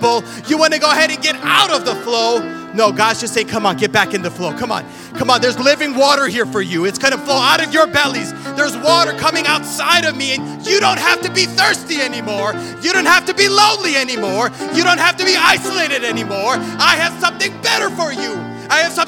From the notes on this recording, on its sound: This sermon was recorded live on Sunday, January 15th, 2023, at Newark United Pentecostal Church.